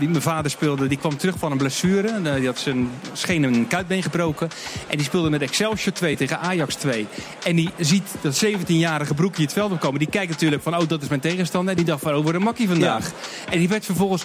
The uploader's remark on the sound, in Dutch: We zenden live uit vanaf het CHIO in Rotterdam.